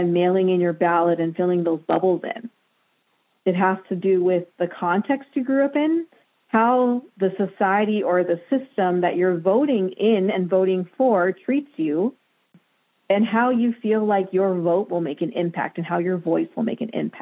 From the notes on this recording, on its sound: For this episode we recorded phone calls and received cell phone voice memos.